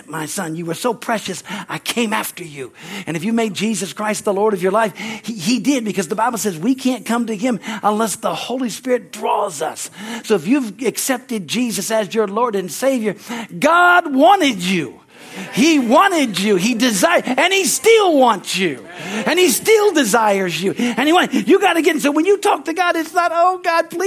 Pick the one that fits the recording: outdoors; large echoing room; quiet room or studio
large echoing room